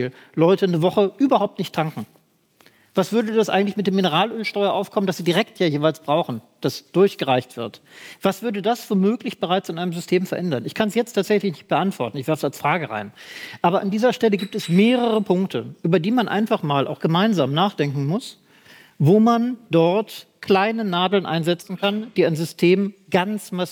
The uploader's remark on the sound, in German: Am Set: Herrschaft durch Lüge – Publikumsgespräch. Das Publikumsgespräch in der Musikbrauerei Berlin.